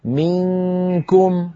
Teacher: نون ساكنة بعدها كاف لابد من الإخفاء